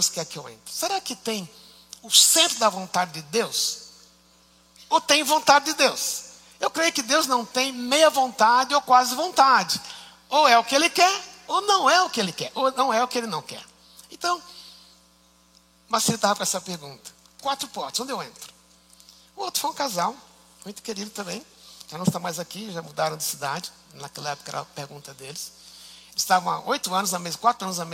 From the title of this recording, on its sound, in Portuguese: Culto ao vivo IBMorumbi